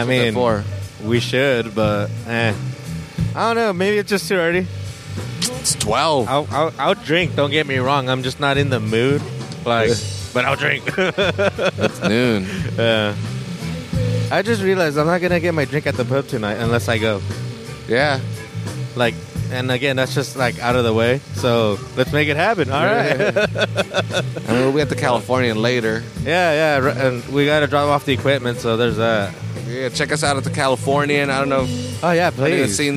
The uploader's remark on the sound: From Natividad Creek Park. This episode was recorded at the Caminos Del Arte Art Festival and Car Show. Natividad Creek Park was transformed into a giant festival grounds featuring five stages of music and a car show.